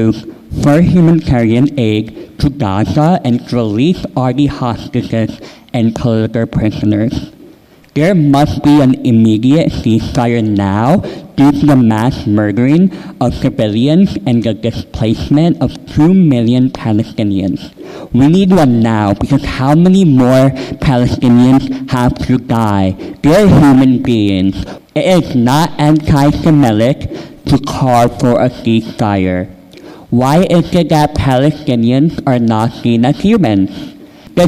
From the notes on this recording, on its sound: Albany Common Council Ceasefire Resolution-Public Comment. Supporters rallied outside City Hall and then filled the meeting hall.